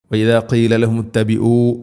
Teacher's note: ഐന് തൊണ്ടയുടെ മധ്യഭാഗമാണ് മഖ്റജ്